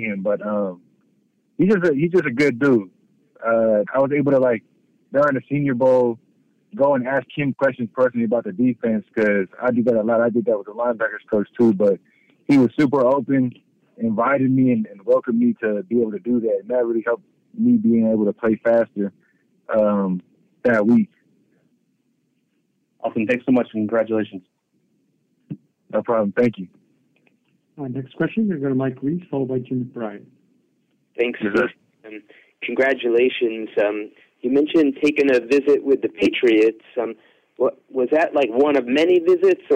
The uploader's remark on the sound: addresses the media during his conference call